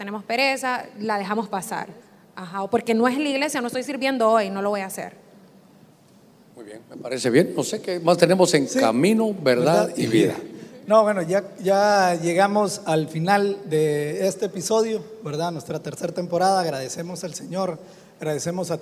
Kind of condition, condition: setting, live audience